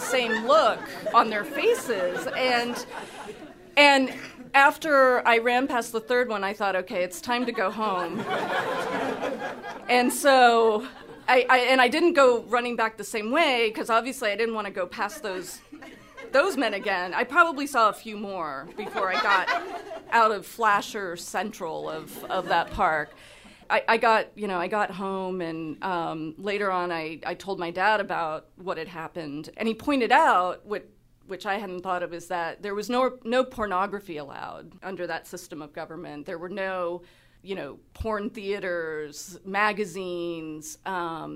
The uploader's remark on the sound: At our March 2014 live event.